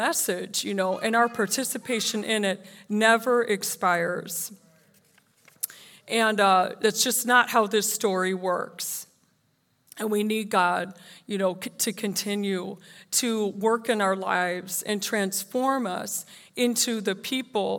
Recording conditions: live audience